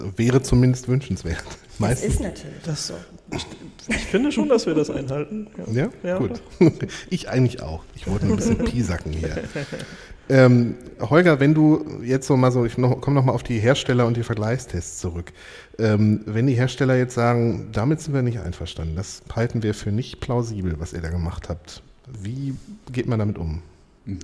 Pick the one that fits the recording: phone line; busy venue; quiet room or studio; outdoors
busy venue